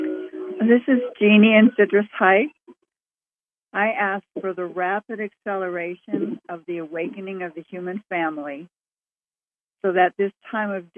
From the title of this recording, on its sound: Conference Call LIVE, November 8, 2021